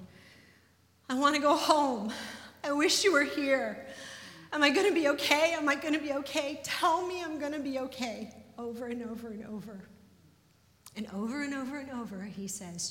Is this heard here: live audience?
yes